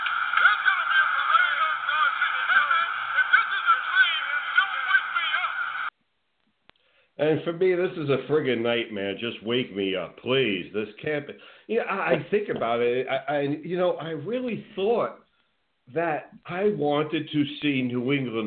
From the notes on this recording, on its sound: A SPECIAL CALL IN GUEST!!!!!